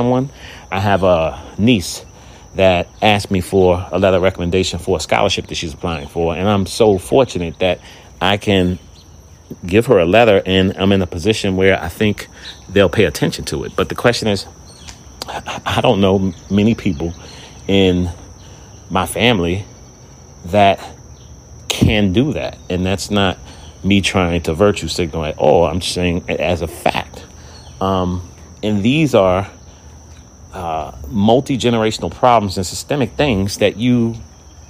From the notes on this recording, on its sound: Experimenting with some recordings outside in the fresh air.